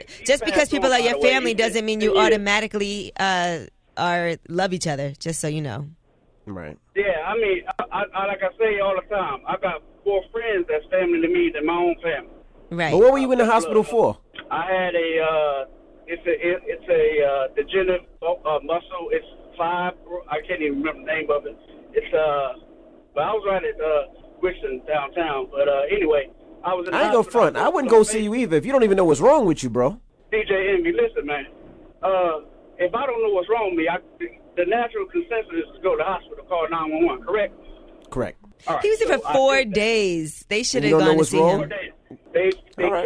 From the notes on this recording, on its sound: Callers call in for advice